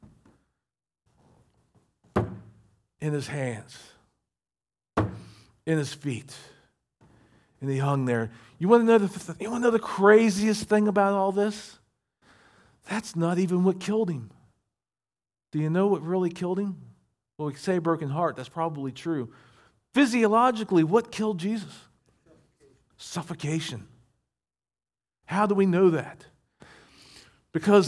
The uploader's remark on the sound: recorded at Shenandoah Valley Baptist Church on Sep 10, 2023.